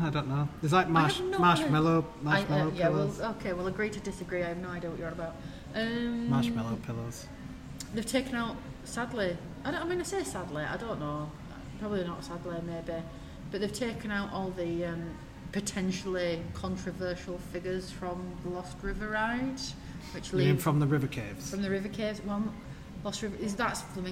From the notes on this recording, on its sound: AT THE PARK: Blackpool Pleasure Beach Valhalla Special. FROM BLACKPOOL PLEASURE BEACH. Record an episode from the park. Enjoy the sounds of the park in this immersive episode.